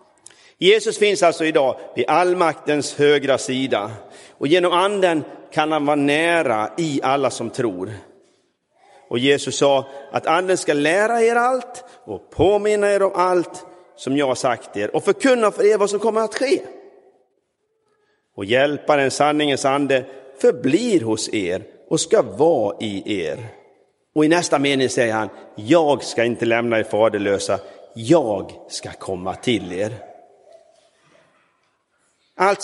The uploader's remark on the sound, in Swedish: Inspelad i Roseniuskyrkan den 21 maj 2023.